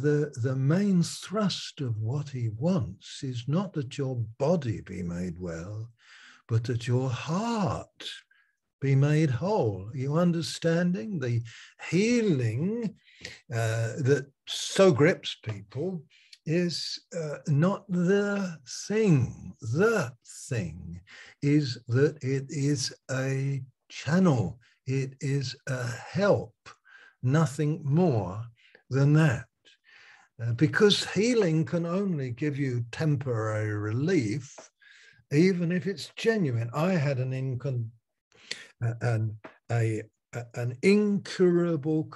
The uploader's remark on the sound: Malaysia Meets (Zoom).